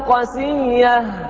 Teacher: يقرؤون قسية، قسية على وزن مطية بتشديد الياء قسية والقصر. القصر المقصود به دائما هنا عدم المد بالكلية اللي هو حذف الألف.